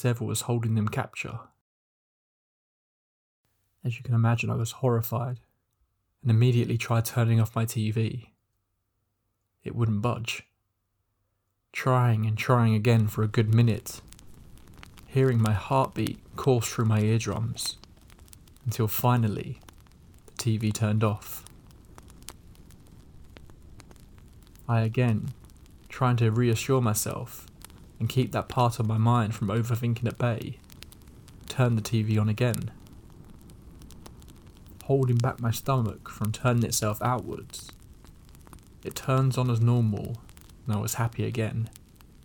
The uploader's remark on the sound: Scary stories with the sound of a campfire in the background, giving you the perfect ambience to fall asleep to, if you can...